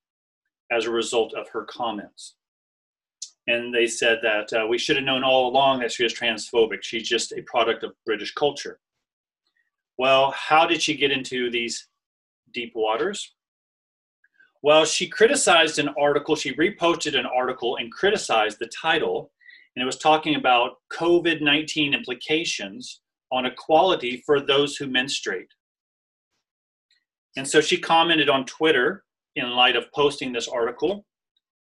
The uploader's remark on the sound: This was recorded on Zoom, with the discussion included.